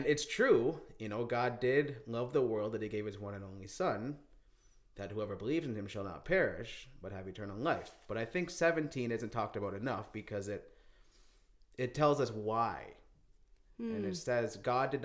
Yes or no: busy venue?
no